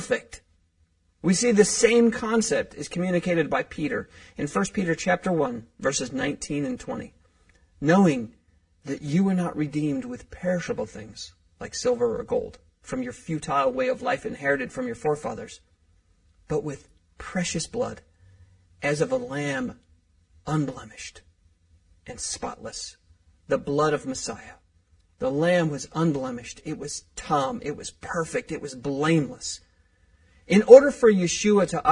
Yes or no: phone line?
no